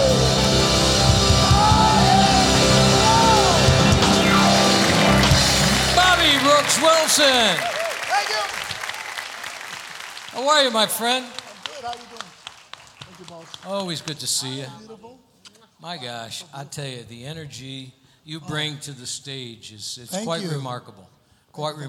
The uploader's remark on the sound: Live at the SouthPoint Casino